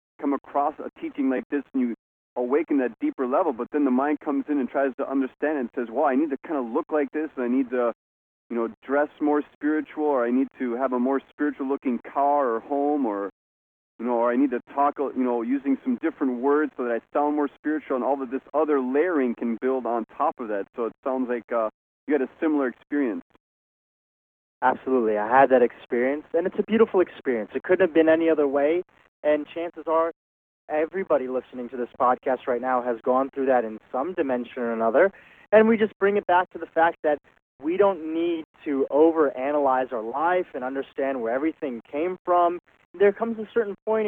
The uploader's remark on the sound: On this recording of our September 7, 2010, teleseminar